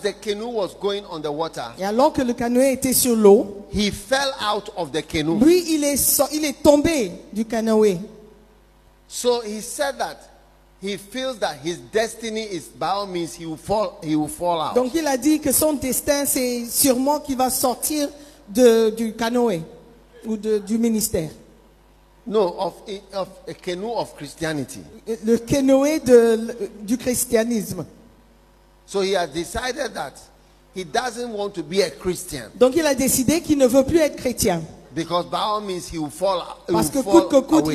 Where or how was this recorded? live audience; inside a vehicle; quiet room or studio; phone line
live audience